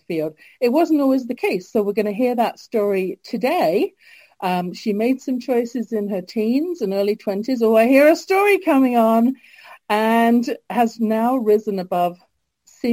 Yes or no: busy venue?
no